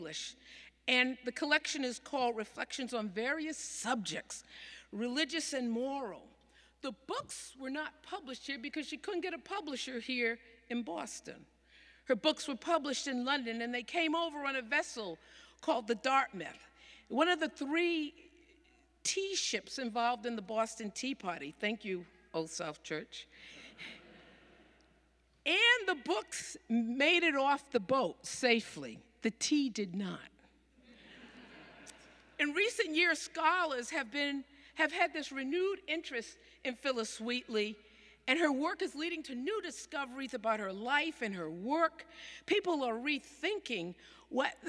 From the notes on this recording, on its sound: Sermons from Old South Church in Boston